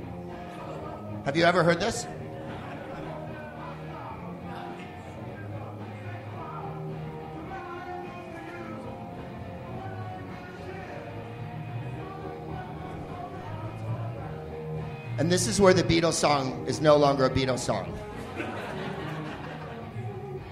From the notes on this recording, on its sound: Live from The Upfront Theatre in Bellingham, WA